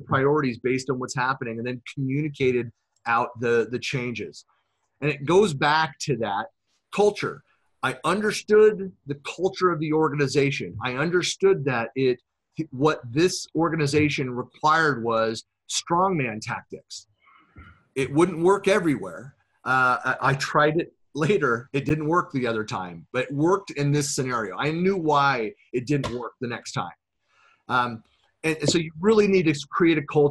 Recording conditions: video call